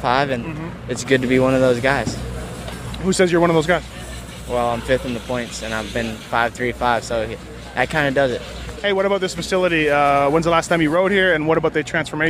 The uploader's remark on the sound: Muddy Creek 2013 Post-Race Interviews.